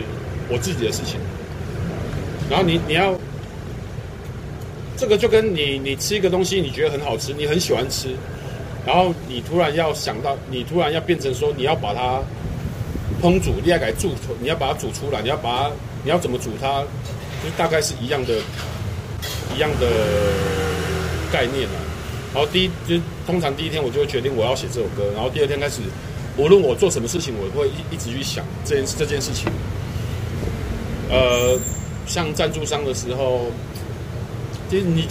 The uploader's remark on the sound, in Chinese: 錄音地點：台南 牽咖啡